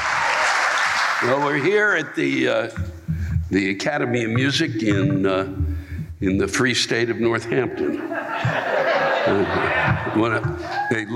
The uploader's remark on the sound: The live rants come from this past weekend’s shows at the Academy of Music in Northampton, MA and the Lowell Memorial Auditorium in Lowell, MA.